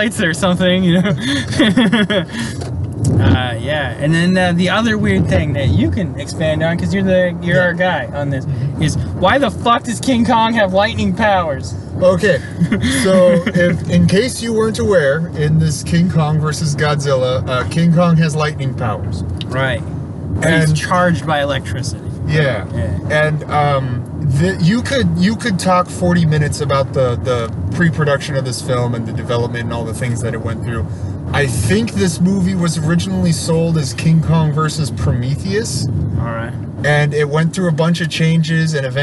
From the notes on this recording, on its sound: This was recorded on the drive to and from Godzilla vs Kong.